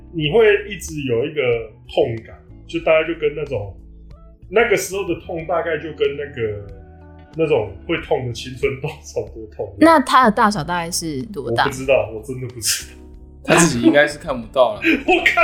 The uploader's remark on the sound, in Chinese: 早期節目錄音品質不佳，敬請見諒